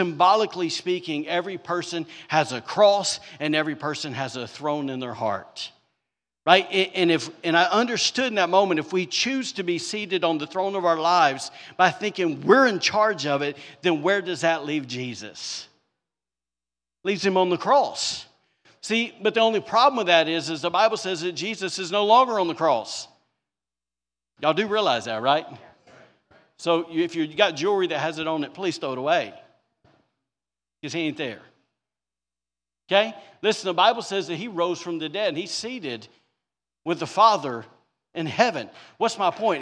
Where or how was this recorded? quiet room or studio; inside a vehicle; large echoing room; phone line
large echoing room